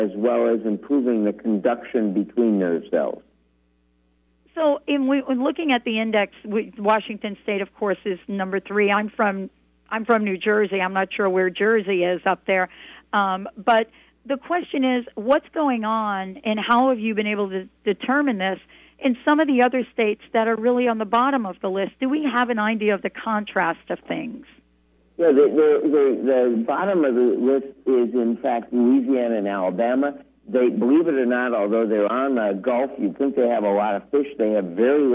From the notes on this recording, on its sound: Will be taking your phone calls. Taking listener phone calls.